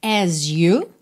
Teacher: pode soar as you, esse S com som de Z, ou até mesmo um som que é quase um J